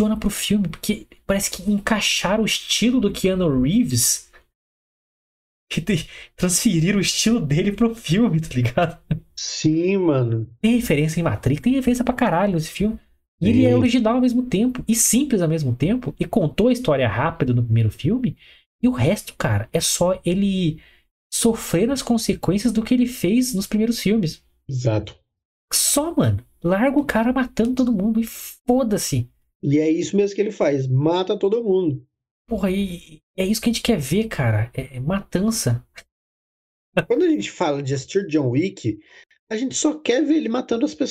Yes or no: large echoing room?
no